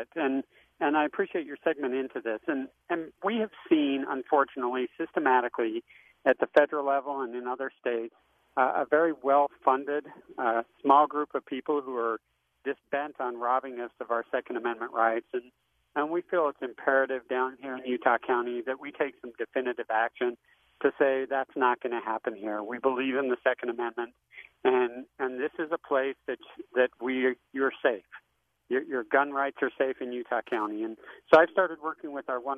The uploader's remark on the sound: Joins the program via phone from Utah County.